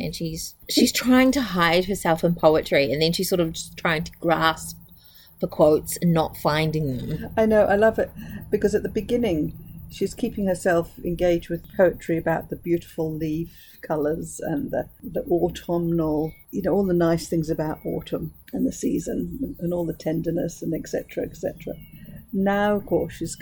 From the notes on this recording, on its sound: This was recorded outside so there is a bit of background noise, hopefully it isn't too distracting.